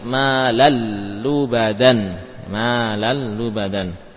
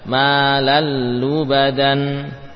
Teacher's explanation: Tanwin bertemu dengan lam. Maka hilang tanwinnya secara sempurna. Zatnya hilang, sifatnya juga hilang. Malan menjadi malallubadan. · Term: idghamnya kamil